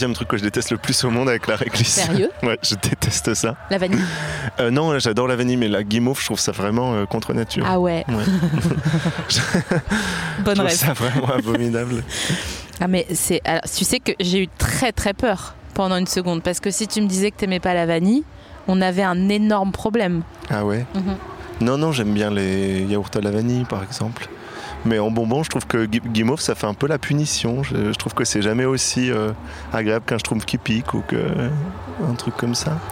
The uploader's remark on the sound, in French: En direct de la Villette